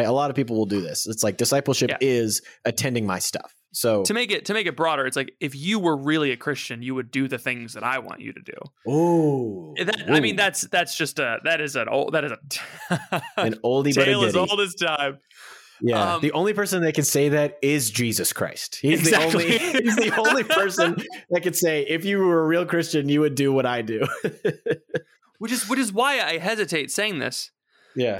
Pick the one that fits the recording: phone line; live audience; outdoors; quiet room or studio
quiet room or studio